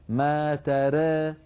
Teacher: التقليل وهو الإمالة الصغرى للراء والألف التي بعدها